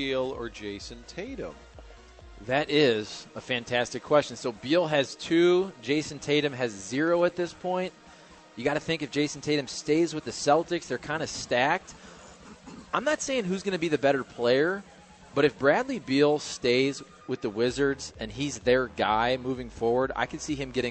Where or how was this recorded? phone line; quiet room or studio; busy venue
busy venue